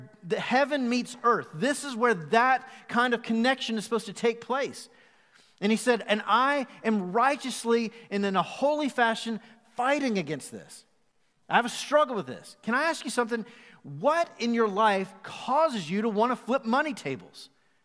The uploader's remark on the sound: Recorded live at the Fellowship Mt Juliet campus on January 24, 2021.